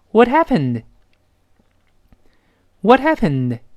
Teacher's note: 听到 What hap 的声音了吗？那个 H 没了